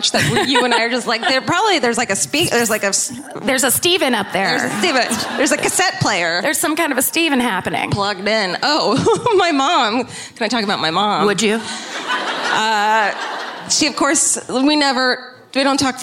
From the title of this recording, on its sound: Live at Vicar Street in Dublin